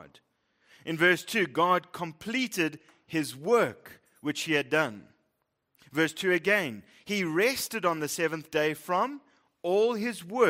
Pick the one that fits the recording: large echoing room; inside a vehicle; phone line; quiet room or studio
large echoing room